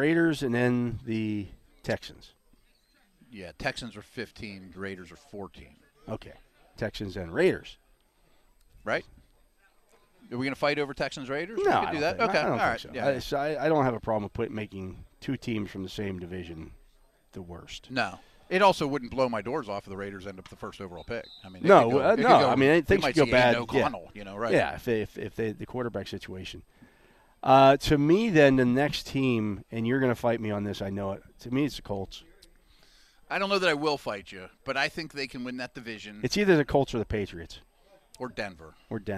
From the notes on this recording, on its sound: live from day 5 of Steelers' OTAs from the UPMC Rooney Sports Complex